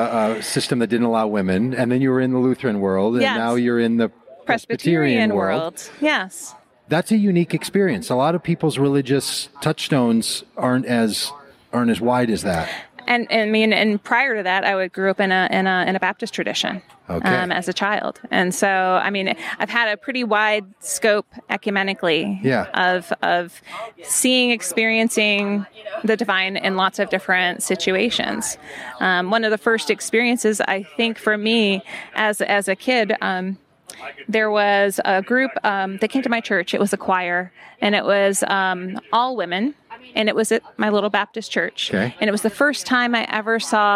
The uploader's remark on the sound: in a conversation at The Wild Goose Festival 2023